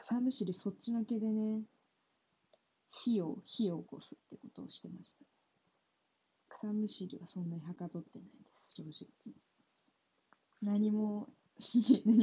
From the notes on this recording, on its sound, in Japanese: 音質悪いです。すみません。